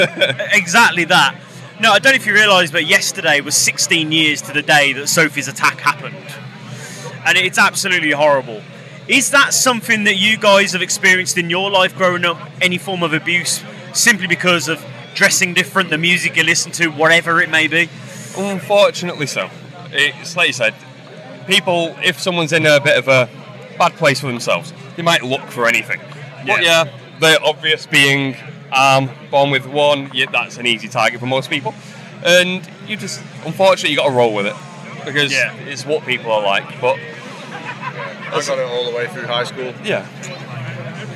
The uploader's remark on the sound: Live from Bloodstock 2023. We talk all about their set at the festival earlier on that day.